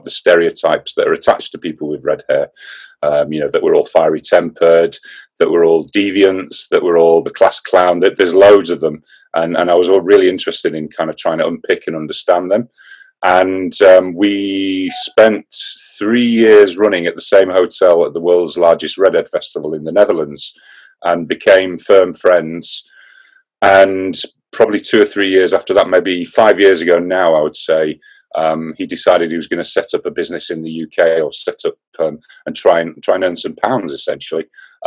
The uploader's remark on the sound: This podcast was recorded via Zoom.